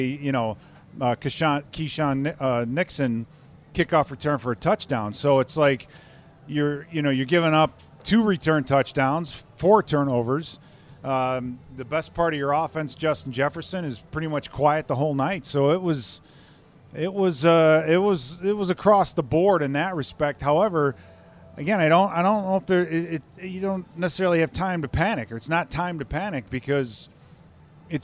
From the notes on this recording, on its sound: postgame press conference